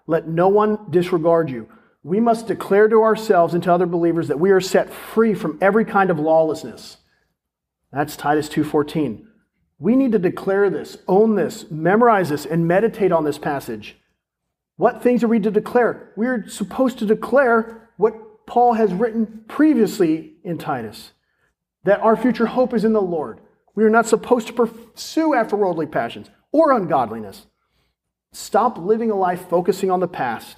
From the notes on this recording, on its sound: This is a sermon recorded at Olive Baptist Church in Crossroads, the young adult ministry.